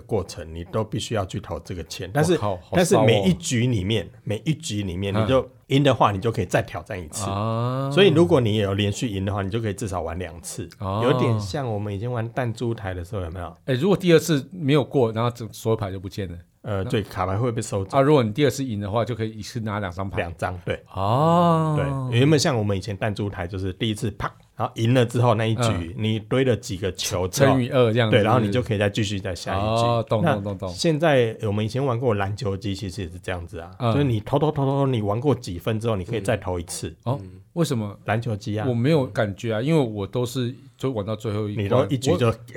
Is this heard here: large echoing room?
no